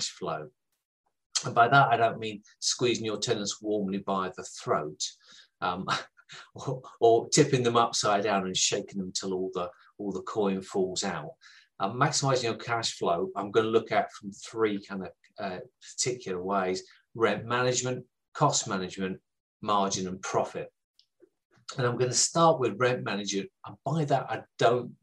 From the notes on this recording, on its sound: Our podcasts are usually recorded live at our weekly online meetings and broadcast around the world! Over at Profitable Pain-Free Property 2021.